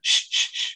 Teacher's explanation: an unvoiced laugh is one where we will not use our vocal cords